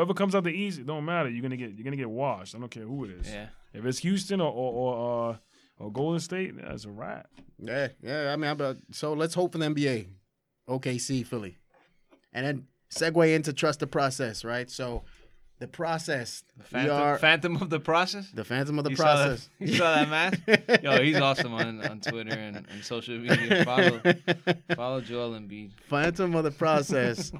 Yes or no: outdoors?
no